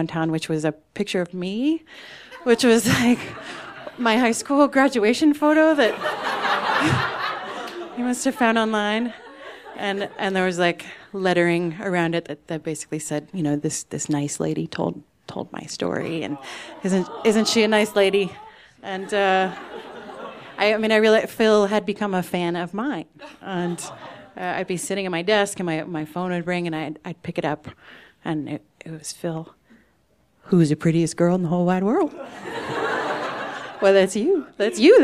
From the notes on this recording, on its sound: These stories were recorded at The Deer Pile